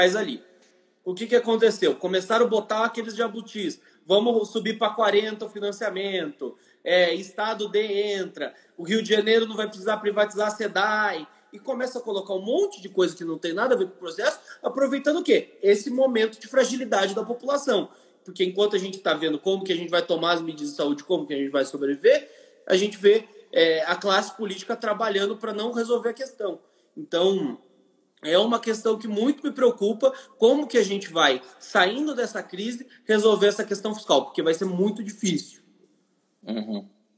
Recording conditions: video call